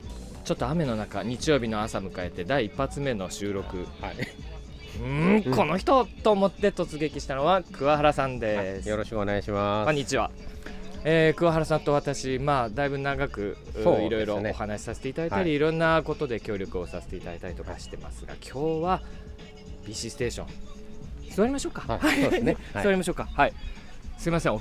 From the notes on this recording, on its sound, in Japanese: 収録地： 茨城県土浦市 霞ヶ浦総合公園。収録機材： ZOOM F3 (レコーダー)、ZOOM ZSG-1, AKG D5, C3000B（マイク）。